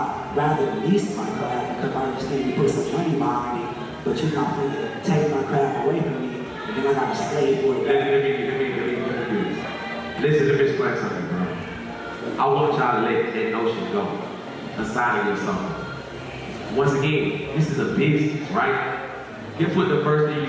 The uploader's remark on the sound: The plugs take live audience questions. The conversation continues live at Indie Fest in Atlanta Ga.